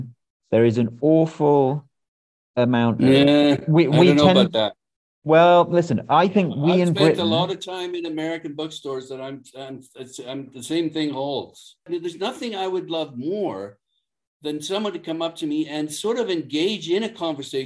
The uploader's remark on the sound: We spoke via Zoom